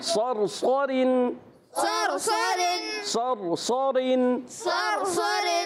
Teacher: پہلا را موٹا، دوسرا را باریک، اور صاد دونوں میں موٹے